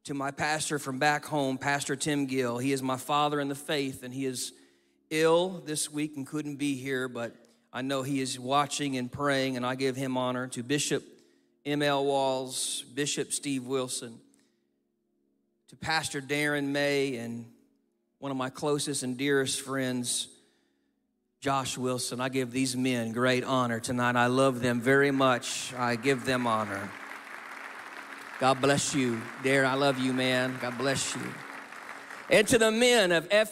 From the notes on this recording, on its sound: takes the stage at the National Menistry Conference, captivating the audience